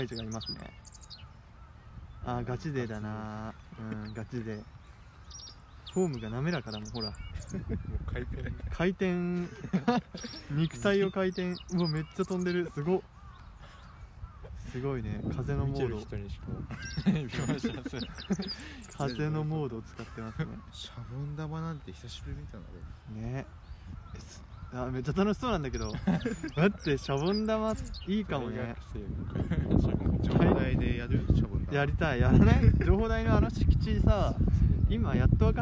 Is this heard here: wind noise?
yes